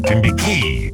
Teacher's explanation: Emphasis on the last syllable, Timbiquí.